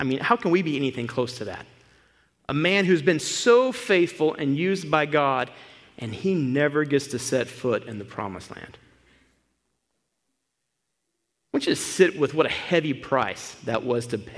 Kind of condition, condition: setting, large echoing room